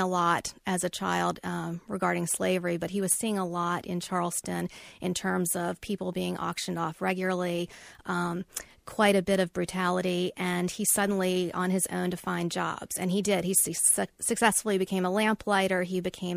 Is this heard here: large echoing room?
no